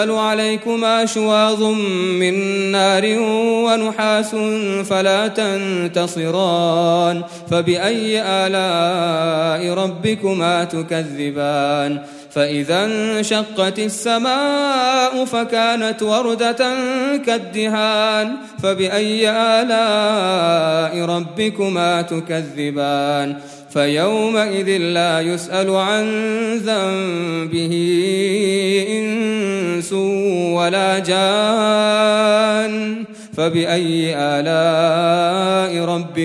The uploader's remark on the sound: Ramadan 2018 at the Houghton Masjid (West Street)